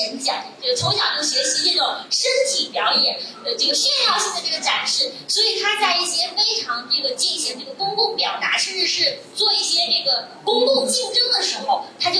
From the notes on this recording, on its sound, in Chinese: 现场观众写的纸条